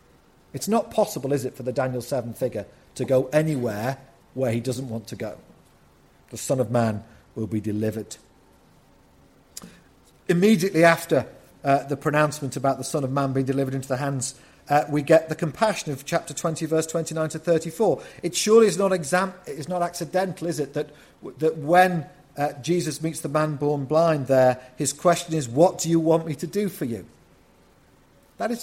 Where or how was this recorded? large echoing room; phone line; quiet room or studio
large echoing room